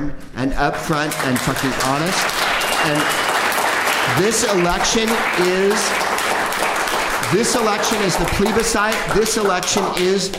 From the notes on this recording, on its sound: Live from The Upfront Theatre in Bellingham